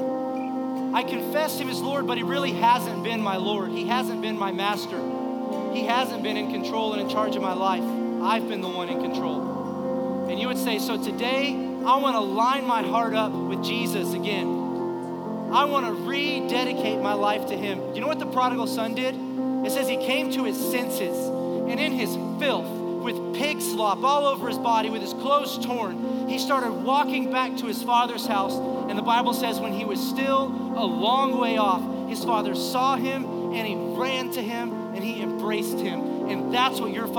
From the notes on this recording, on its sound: Recorded live during our Sunday morning service